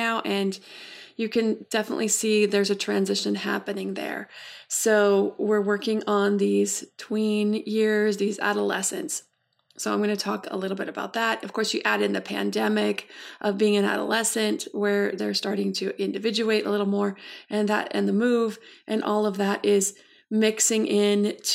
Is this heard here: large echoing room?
no